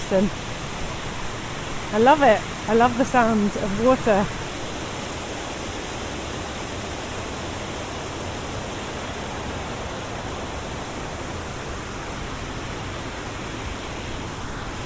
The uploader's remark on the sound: River Great Ouse. This podcast is recorded in 3D sound! She invites you to join her out and about as she captures those small, magical moments of everyday life, in sound. Thanks to 3D recordings, you’ll hear everything she does as if you were right there with her.